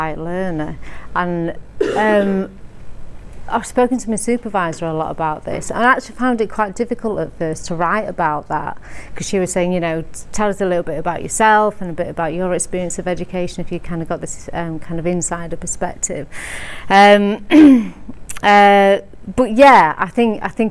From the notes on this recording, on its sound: NorQual. The Northern Mental Health Nursing Qualitative Research Forum meets three times a year. The following session was recorded at their fourth event.